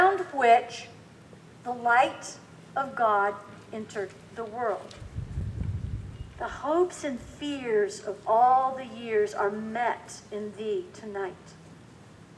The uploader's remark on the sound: Recorded outside (please forgive some wind sounds and flying pages of music!). Coming to you from Old South Presbyterian Church in Newburyport, MA.